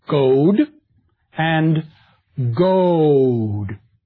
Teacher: The only difference was the length of time that was taken to pronounce the vowel.